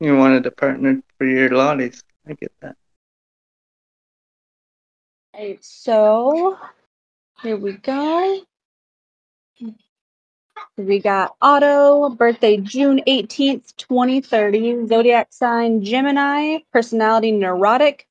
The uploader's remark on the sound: Otto NFT Live Minting Discord Event VC.